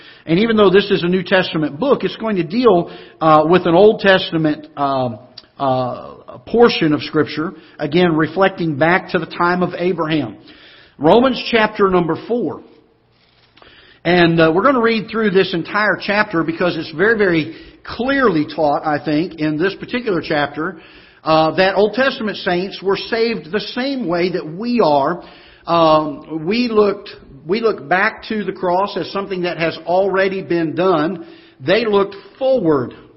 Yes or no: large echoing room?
yes